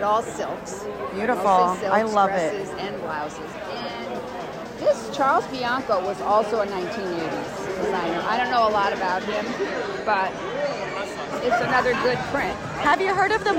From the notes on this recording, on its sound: Live from the Manhattan Vintage Show! As I record live from the Manhattan Vintage show. You're going to hear a few of those fashion enthusiasts here on this podcast.